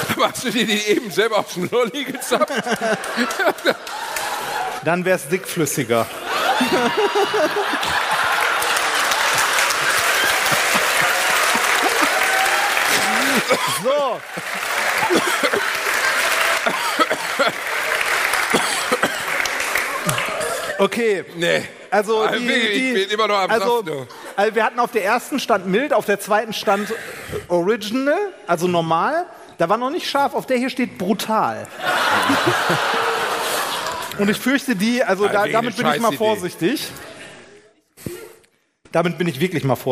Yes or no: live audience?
yes